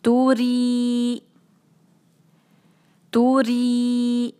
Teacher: رو جو ہے اس پہ کسرہ، اس کو میک شور کرنا ہے کہ صحیح باریک کرنا ہے، رو کا کسرہ آسانی سے جو ہے وہ باریک ہونے سے رہ جاتا ہے.